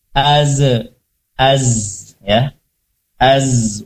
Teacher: hati-hati pada huruf zai, az jangan sampai memantul, memiliki qalqalah